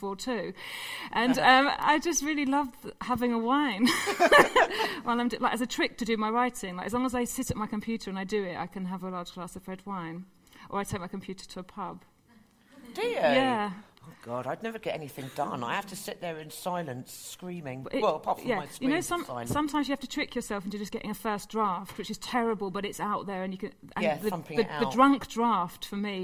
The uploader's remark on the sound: This episode was recorded in front of a live audience at the Twinings Here For You event in London.